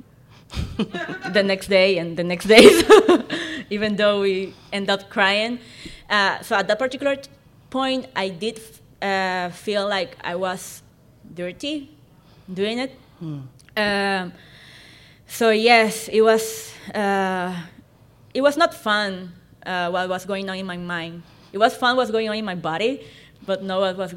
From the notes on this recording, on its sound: live conversation at the Queer Christian Fellowship Conference in Chicago